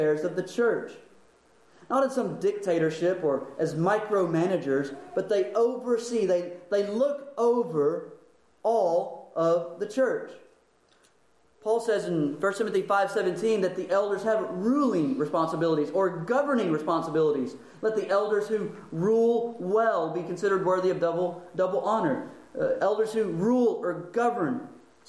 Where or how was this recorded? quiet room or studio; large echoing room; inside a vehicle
large echoing room